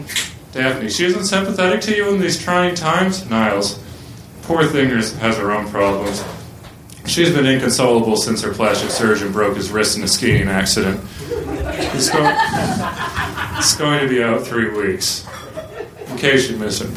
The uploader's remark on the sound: Recorded June 26, 2014 at Union Hall in Brooklyn.